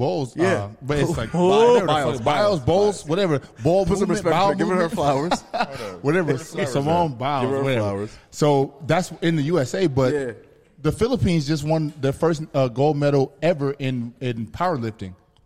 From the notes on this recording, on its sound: The Mics are joined by a live audience in this episode.